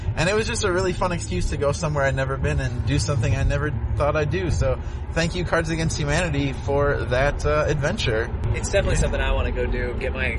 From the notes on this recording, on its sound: had a couple pretty long car rides to and from Bloomington, Indiana for the Combine this past weekend, so we thought we'd take advantage of them to create content.